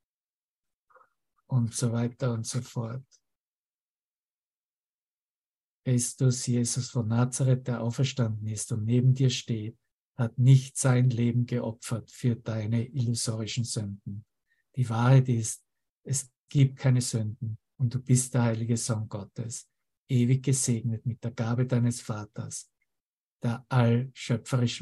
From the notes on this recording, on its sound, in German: Zoom-Session. Veranstaltet von der Aleph Akademie.